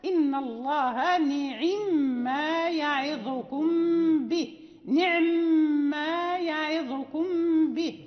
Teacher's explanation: أما الاختلاس فقدر الباقي بالثلثين، يعني الذاهب هو الثلث، يعني عكس الروم.